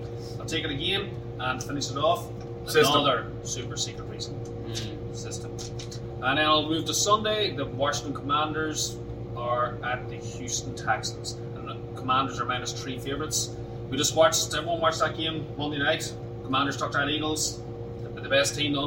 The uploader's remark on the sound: bar "Archie Grand"